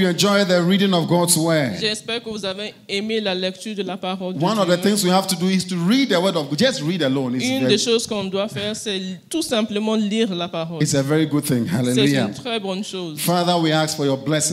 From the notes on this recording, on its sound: Preached during Joyful Hour Sunday Service at FCI Ministries, Rabat, Morocco.